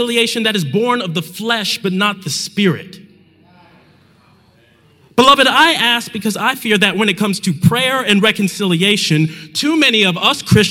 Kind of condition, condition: setting, live audience